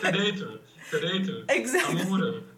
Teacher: sing that last syllable as some kind of an e and not a schwa